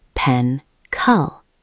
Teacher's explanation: That lazy, muffled sound is the schwa